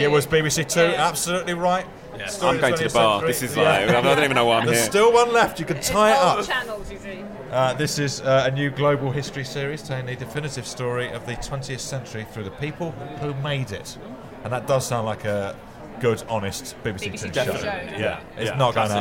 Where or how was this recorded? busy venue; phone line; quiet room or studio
busy venue